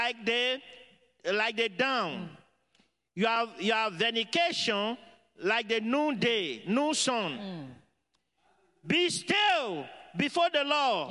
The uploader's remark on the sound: Praise and Worship Service